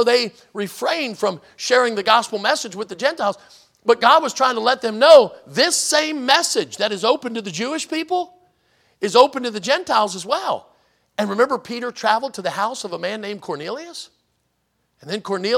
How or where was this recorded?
large echoing room